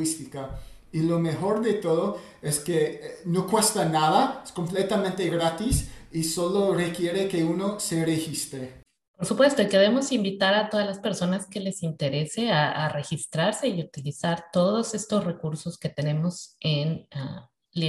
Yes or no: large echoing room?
no